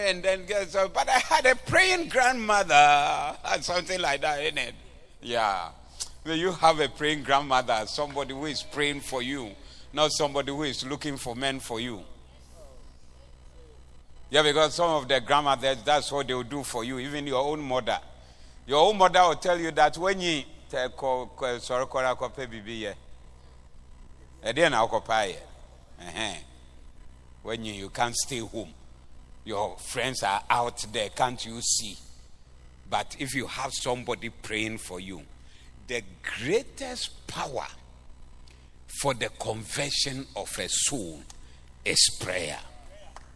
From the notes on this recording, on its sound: Preached at the Doxa Service 10092023